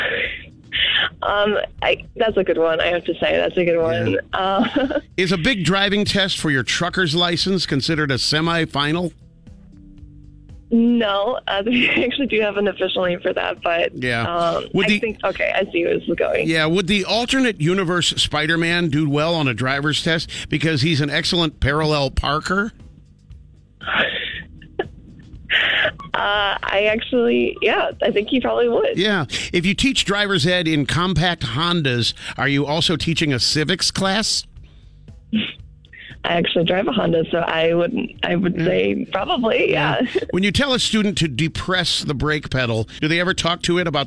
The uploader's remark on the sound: calls a driving school today for The Senseless Survey!